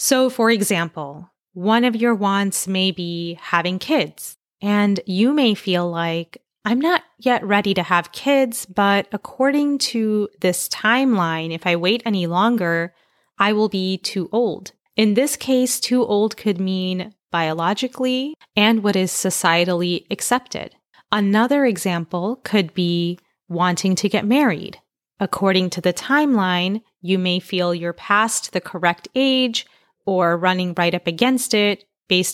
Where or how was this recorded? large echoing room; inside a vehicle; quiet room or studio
quiet room or studio